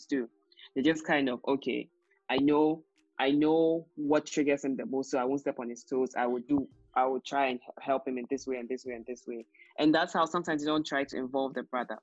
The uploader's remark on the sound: With crew still recording remotely